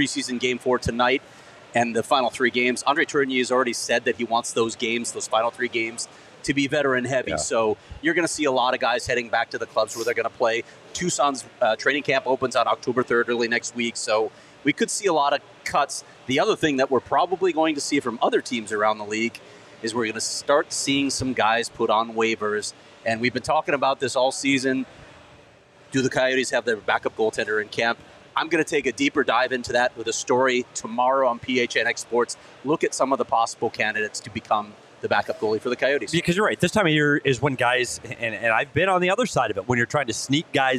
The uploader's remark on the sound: Welcome to the show LIVE from Four Peaks